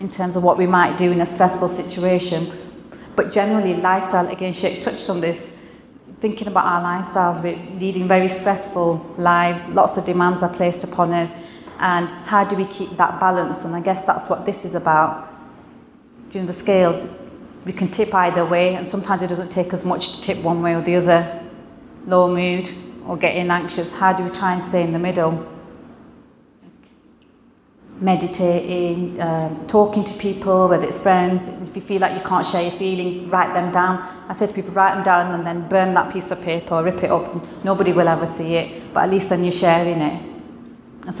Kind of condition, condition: setting, live audience